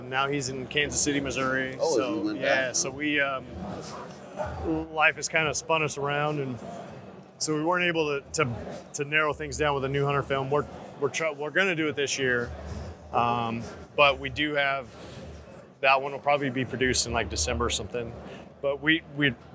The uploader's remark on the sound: Live From Hunt Expo 2020. Next in the Hunt Expo live episodes from the Initial Ascent Mountain Dude table.